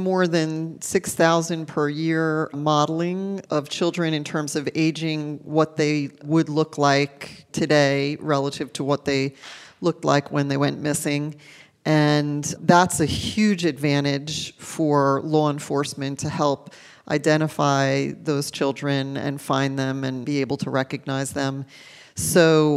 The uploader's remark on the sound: joins us live from HPE Discover 2017